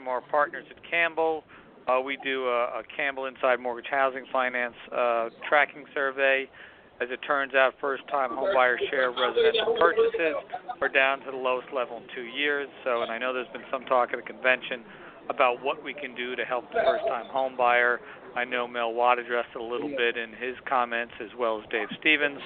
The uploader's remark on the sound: "LIVE" from the MBA conference in Boston, MA. 'live' from the D+H booth at the MBA conference in Boston.